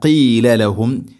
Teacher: ഖാഫ് തൊണ്ടയുടെ മുഗൾ ഭാഗവും കഴിഞ്ഞ് ചെറുനാക്കാണ് അതിൻ്റെ മഖ്റജ്.